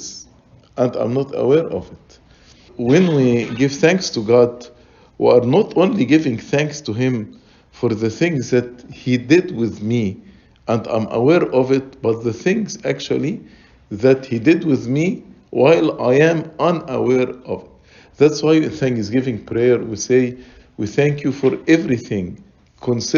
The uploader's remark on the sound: Lecture ~ Liturgy & Life Convention